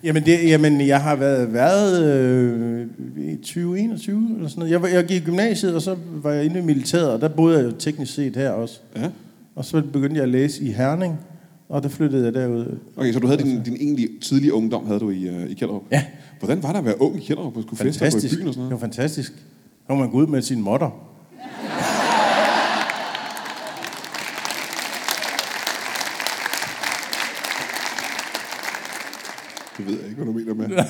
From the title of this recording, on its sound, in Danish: LIVE fra Kjellerup